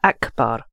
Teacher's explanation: it's a pure k. Don't get it mixed up with the kh sound